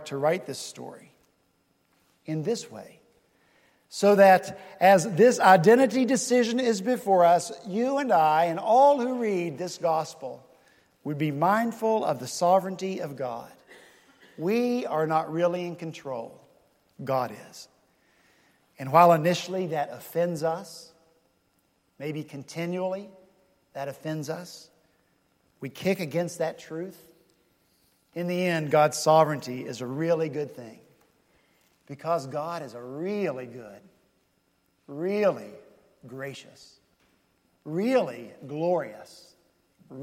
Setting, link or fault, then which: setting, large echoing room